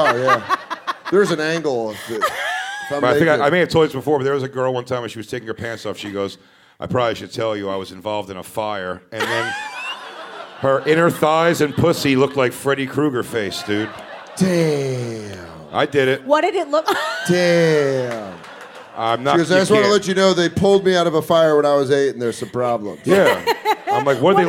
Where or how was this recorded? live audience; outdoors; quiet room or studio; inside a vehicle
live audience